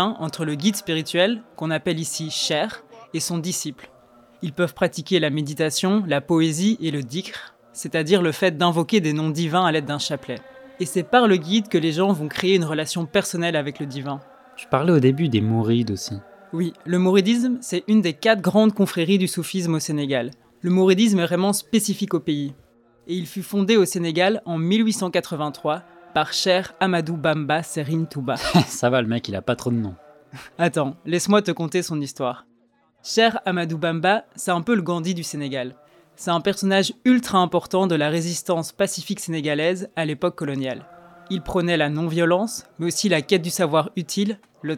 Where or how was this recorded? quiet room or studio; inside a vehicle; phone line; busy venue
busy venue